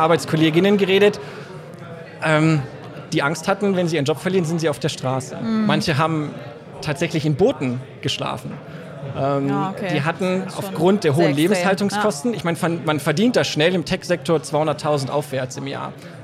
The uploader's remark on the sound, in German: LIVE vom DIT 2023